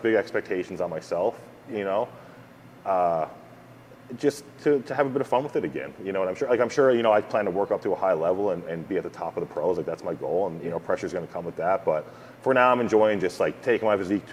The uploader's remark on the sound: This episode was filmed live on location at Truth Gym Gallery in Victoria, BC Canada. Was on the west coast for a seminar and posing clinic as part of the Vancouver Island Showdown Posing series as sanctioned by the Canadian Physique Alliance.